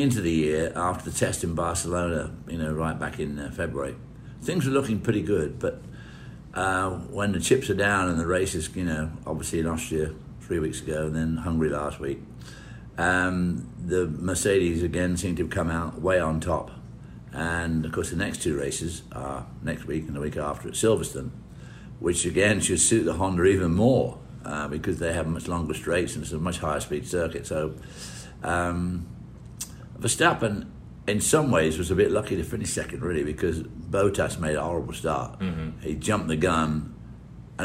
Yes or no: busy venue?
yes